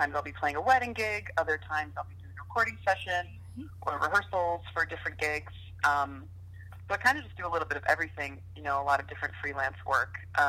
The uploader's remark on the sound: Interview via phone